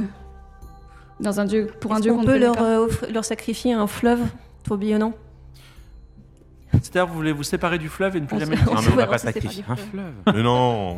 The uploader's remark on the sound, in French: Enregistré en public à Jussieu dans le cadre du festival Play Sorbonne. À Paris. Diffusé en direct sur Twitch et retransmis ici en podcast.